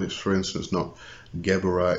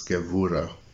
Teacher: And the B is often pronounced as a V. · Shown in: second take · So it's not, it's for instance, not Gebura, it's Gevura.